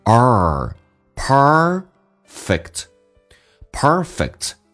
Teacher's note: 重度卷舌在美式发音当中，整个舌身往回卷